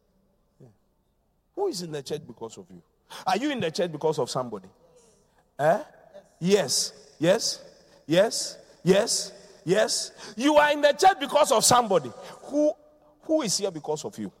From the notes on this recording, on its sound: Preached at The Qodesh.